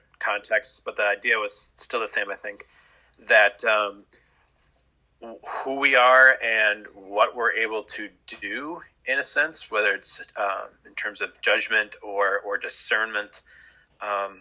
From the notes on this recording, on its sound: We’re back on Zoom for our study of chapter 2.